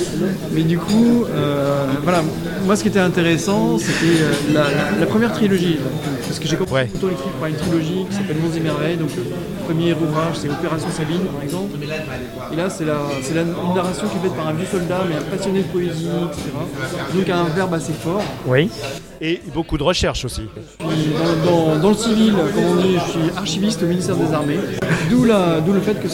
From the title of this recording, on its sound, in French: Au salon Imagibière